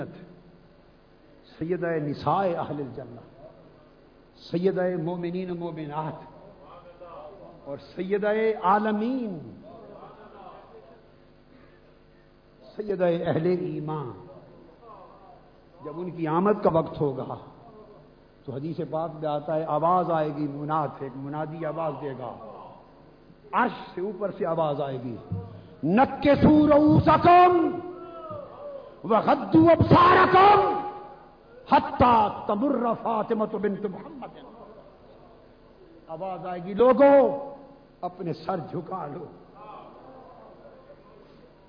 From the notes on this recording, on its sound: Speech delivered in historical Shahadat-e-Imam Hussain Conference (Jamiat-ul-Muntazar)